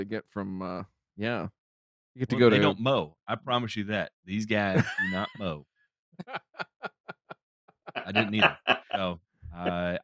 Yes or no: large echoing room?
no